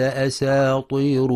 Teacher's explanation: وينتبه لترقيق السين ولتفخيم الطاء في أساطير، فلا يقرأ أساطير بتفخيم السين لمجاورتها الطاء أو بترقيق الطاء أساطير.